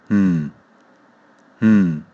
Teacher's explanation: 舌尖顶上齿龈。气流从鼻腔发出。 · Term: N 的发音